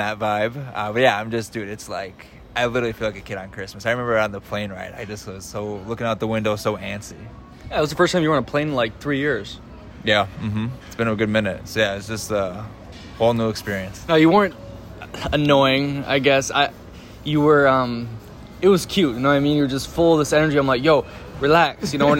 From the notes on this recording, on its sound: In second the part they record live from a cafe after being in Playa Del Carmen for 24 hours.